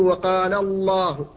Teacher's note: الجلالة في حال تفخيمها، وذلك بعد الفتحة والضمة، فتقول وقال الله، فهذه الألف هنا مفخمة لأنها مدة للام المفخمة